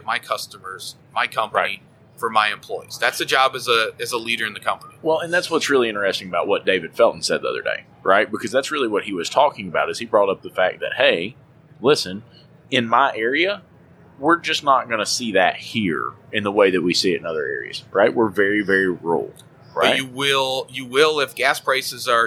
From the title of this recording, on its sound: LIVE from AAPEX 2021